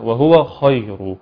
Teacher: الخاء في قوله تعالى خير، محدش يقراها مرققه ويقراها كده خير او ضعيفه. ما ينفعش، انما اقراها مفخمه التفخيم المظبوط بتاعها